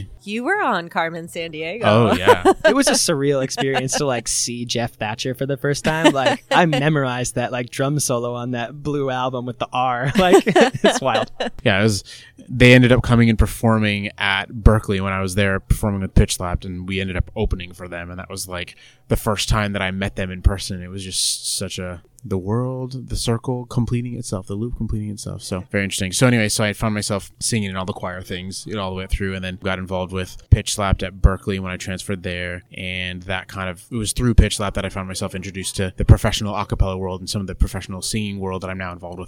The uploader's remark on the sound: We caught up with the group at their first annual m-pact festival in Kansas City.